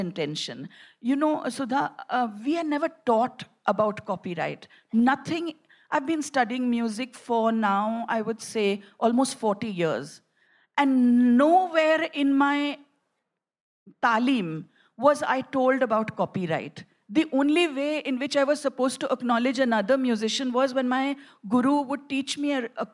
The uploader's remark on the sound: A live session from #JaipurLitFest2020.